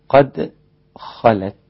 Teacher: والقاف حرف مفخم، أما الدال حرف رقيق ولكنه مقلقل، قد خاء. ثم ننتقل إلى تفخيم الخاء، فانتبه إلى الدال، لا تأخذ تفخيم القاف ولا الخاء.